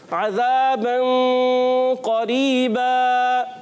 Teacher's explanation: عین کی ادائیگی حلق کے درمیان والے حصے سے. عین حروف حلقی میں سے ہیں.